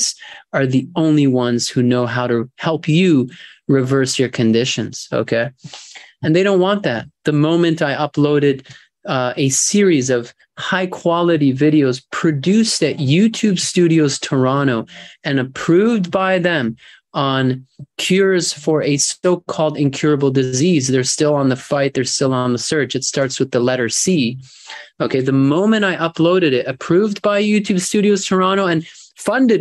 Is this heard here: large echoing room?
no